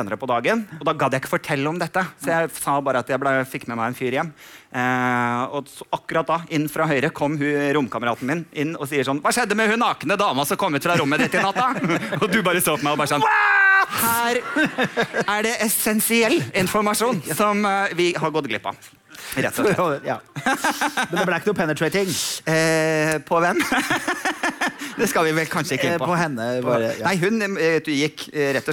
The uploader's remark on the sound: Live fra Oslo Podfest